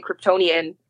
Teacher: it's more the approximate R. It's not a flap in that KR, because it was based on that English idea, spelling.